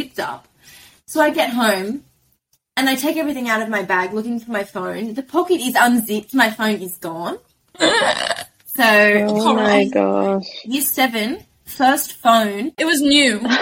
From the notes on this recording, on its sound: We must have had some beginners luck last week because this episode proved to be a bit technically troublesome.